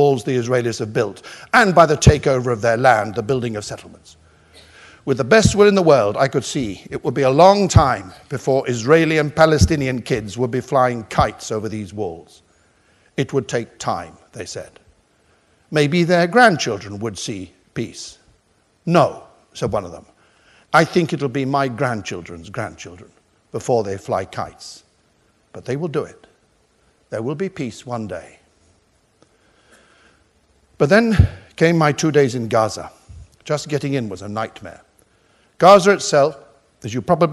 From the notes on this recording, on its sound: Hay Library Lecture